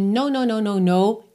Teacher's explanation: E no não é um som bilabial, né? A gente não junta lábios para fazer no.